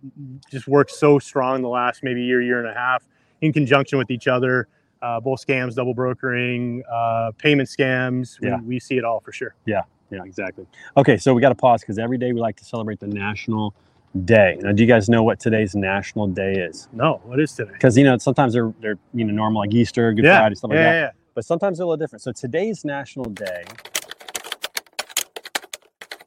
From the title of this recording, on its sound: Standing Out LIVE from the Golf Course